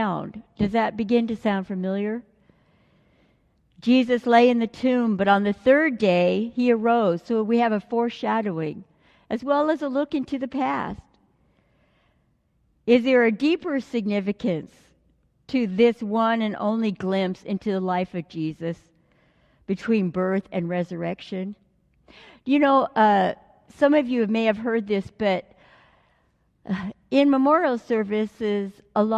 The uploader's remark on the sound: delivered during the Traditional Worship service